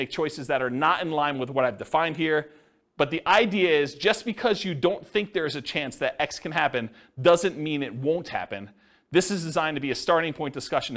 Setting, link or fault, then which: setting, live audience